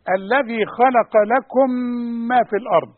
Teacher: شوف نقول لكم ما. لازم تغن الميم مع الميم